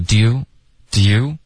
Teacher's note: 他就连发成一个音节了，他说 Do you Do you OK Do you want thiswant 的特它省略了 n 的音呢，建议大家咬舌尖。 · Term: 连读